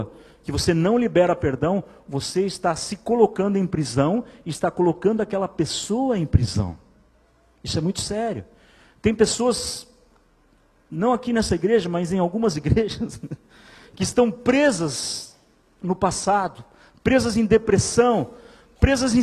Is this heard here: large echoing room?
yes